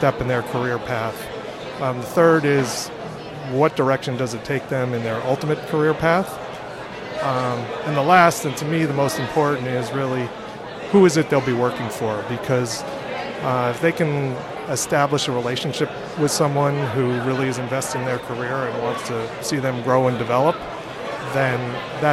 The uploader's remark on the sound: Live from ITC Vegas ’23